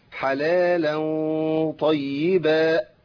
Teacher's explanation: وجود همزه عند قطع الصوت بالالف